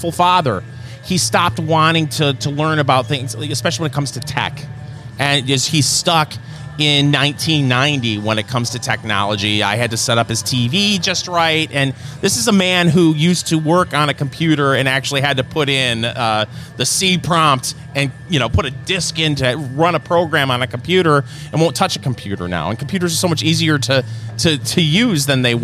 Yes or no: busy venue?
yes